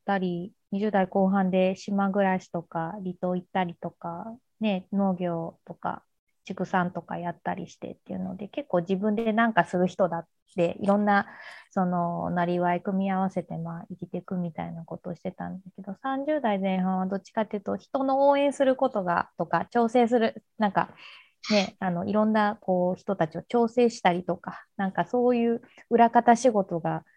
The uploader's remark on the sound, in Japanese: 4人とも違う場所でのzoomを使った収録なので、ものすごくぎこちない収録となりましたが。